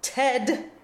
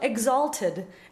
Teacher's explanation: the final syllable should be a schwa, not open epsilon e. · Shown in: second take